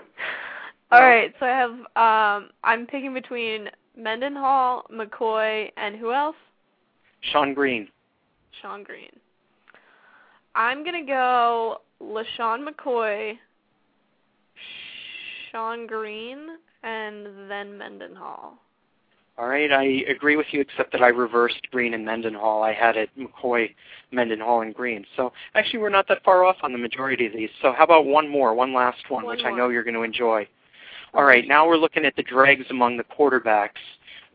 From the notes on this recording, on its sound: fan interaction via phone